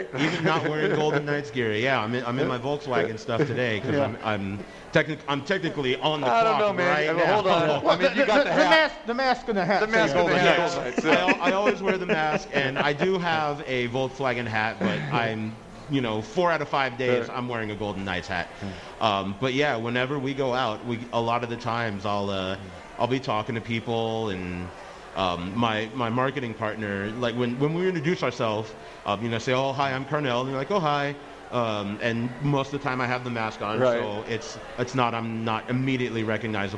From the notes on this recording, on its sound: Live at The Cosmopolitan.